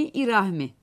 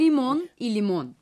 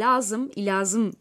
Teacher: R ve L ile başlayan kelimelerin başına genelde İ vokali geliyor.